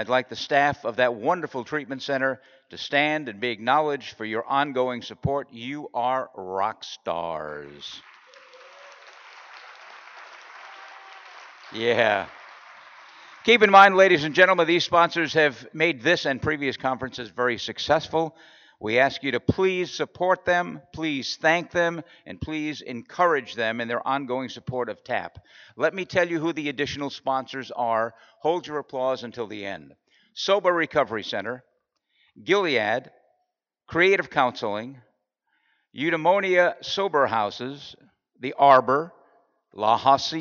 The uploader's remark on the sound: Doing RC2C from San Antonio at the 42nd Annual TAAP Conference in San Antonio, TX. Here is the Awards Luncheon presentation from Day Two.